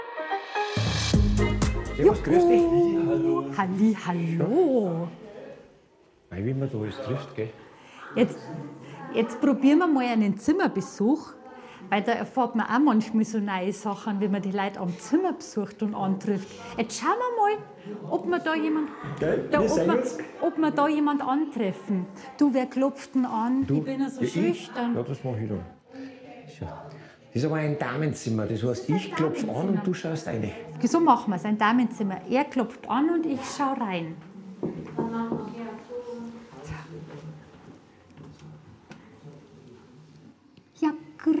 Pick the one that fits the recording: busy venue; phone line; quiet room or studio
busy venue